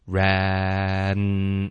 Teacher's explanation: 这样就有一个非常明显的一个转折点，从 a 变成 n